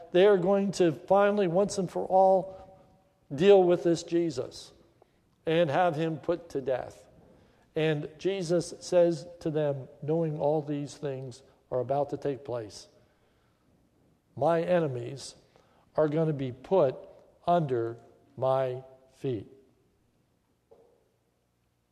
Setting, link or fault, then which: setting, large echoing room